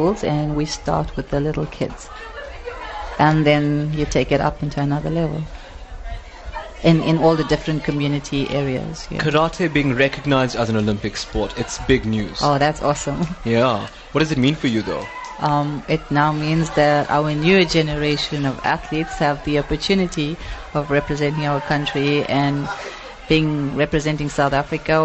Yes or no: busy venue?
yes